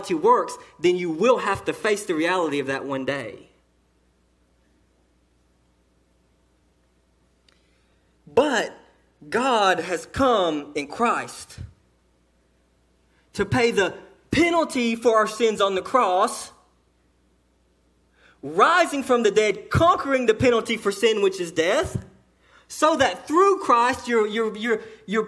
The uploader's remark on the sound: Sermon delivered to Cottondale Baptist Church in Eastman, GA. During the 11:00am service.